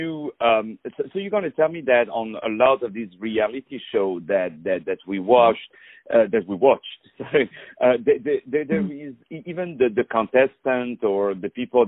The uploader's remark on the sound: On the phone